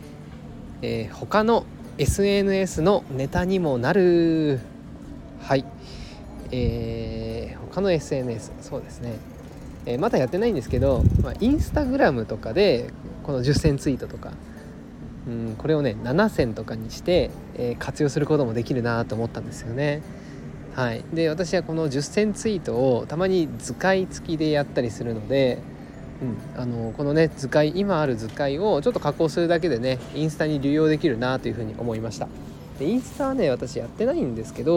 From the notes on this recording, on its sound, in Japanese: 外で録音しています。雑音が入っていましたら申し訳ありません